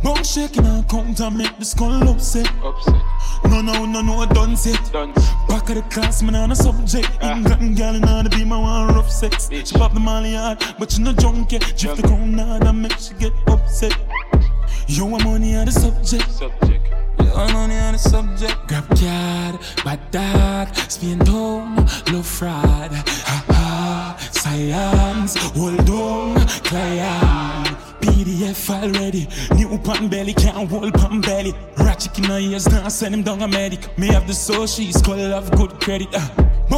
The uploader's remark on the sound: Live at Last Stop BX for House Party vs Bashment 2-10-24